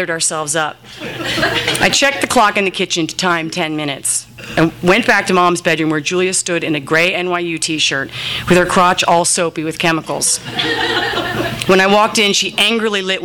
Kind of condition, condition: setting, live audience